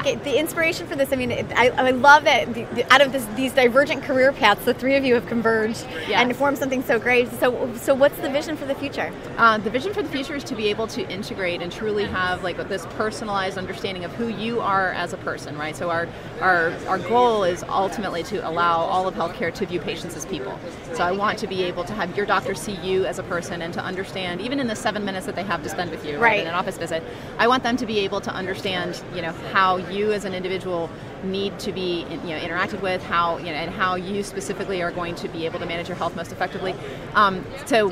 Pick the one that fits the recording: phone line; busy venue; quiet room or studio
busy venue